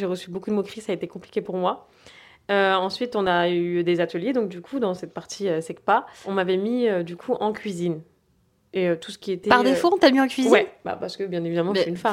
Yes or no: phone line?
no